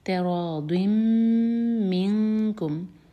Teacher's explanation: ضاد کی تنوین کے بعد جو میم ہے ہم اس ساؤنڈ کو مرج کریں گے اور میم کو ہولڈ کریں گے, تراضٍ منکم، منکم میں نون کی آواز کو چھپائیں گے